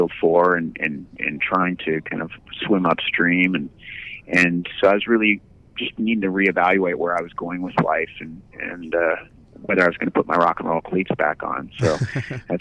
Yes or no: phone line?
yes